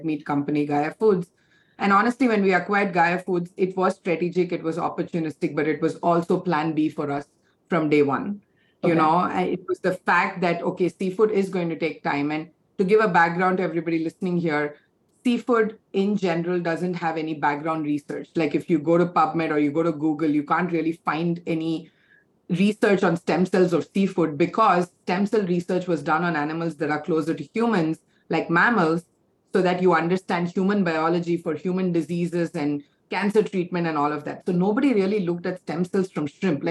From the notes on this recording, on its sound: This episode was recorded as part of a webinar series by the City University of Hong Kong in partnership with Green Queen Media.